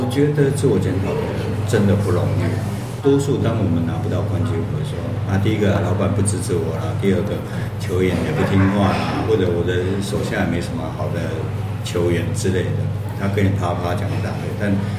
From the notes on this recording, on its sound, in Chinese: 難得等到作者本人來台東。選在「黑黑」錄音，效果或許沒有錄音室那麼好。